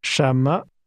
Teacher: The tone first rises, then falls.